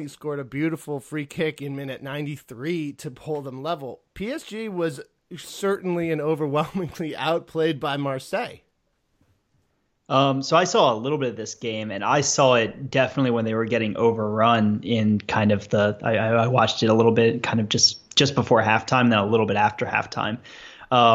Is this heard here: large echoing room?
no